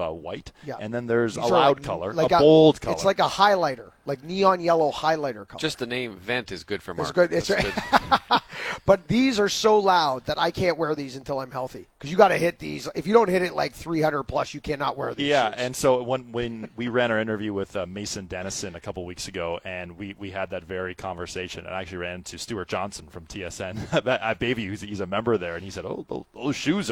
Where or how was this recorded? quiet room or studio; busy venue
busy venue